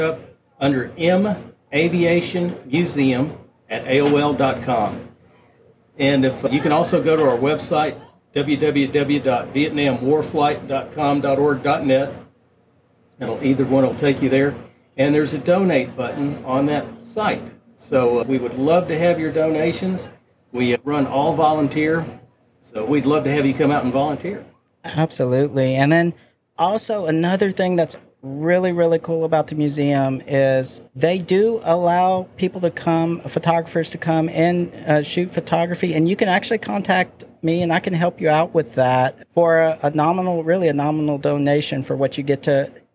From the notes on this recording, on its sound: We take the Creatives Podcast on the road as we broadcast live aboard the USCG Cutter Morris in Galveston while HCC Volunteers help with the cleaning and restoration of this historic ship.